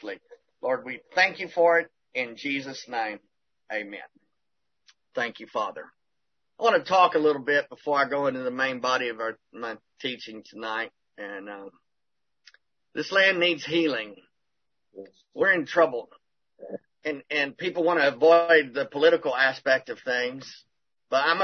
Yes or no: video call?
yes